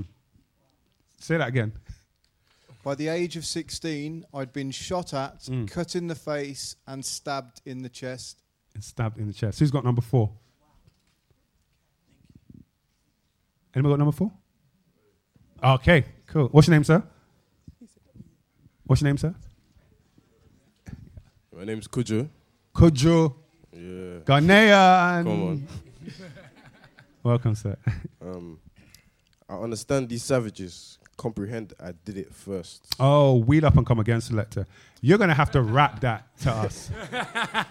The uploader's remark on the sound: Recorded Live at the TARA THEATRE before a live audience.